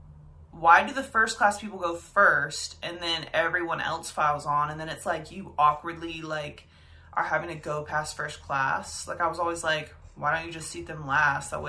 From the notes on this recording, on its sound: i forgot to plug my mic in like an absolute moron so video audio it is!